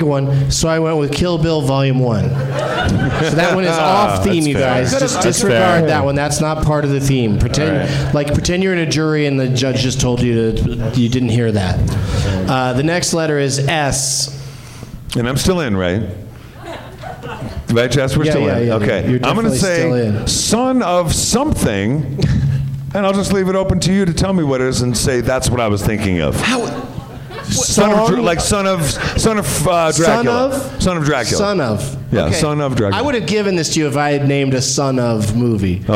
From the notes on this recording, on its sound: Live from Wise Guys in Salt Lake City